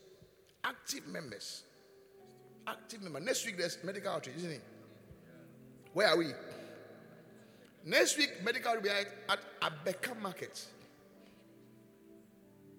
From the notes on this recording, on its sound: Preached at the Qodesh